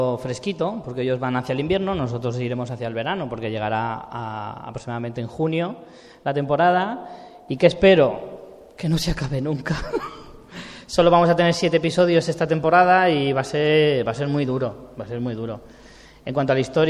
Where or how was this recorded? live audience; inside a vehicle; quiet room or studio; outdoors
live audience